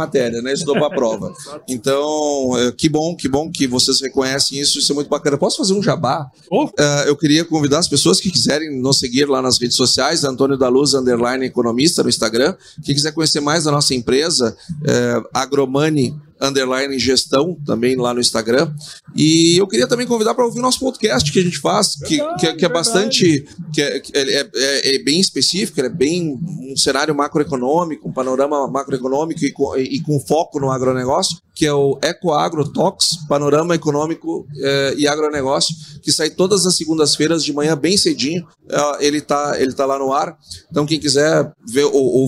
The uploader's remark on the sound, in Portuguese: gravado diretamente da 45ª Expointer, em Esteio-RS